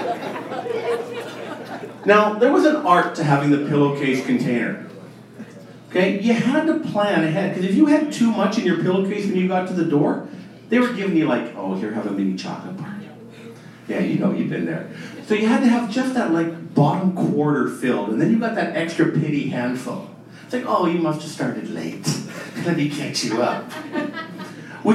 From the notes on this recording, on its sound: Recorded Live October 2016